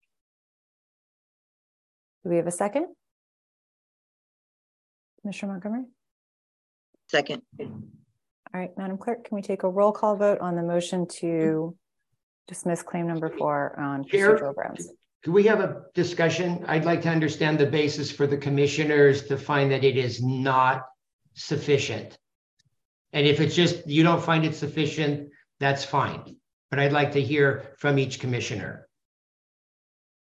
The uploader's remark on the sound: Open Government Commission Meeting - ZOOM